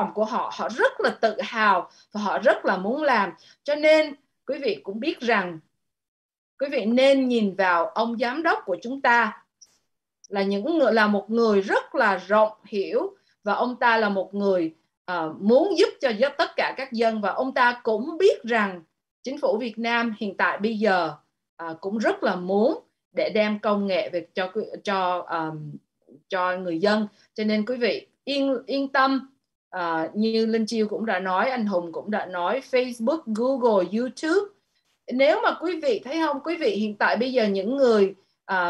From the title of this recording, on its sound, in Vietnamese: Zoom Onpassive ngày 21.08.2021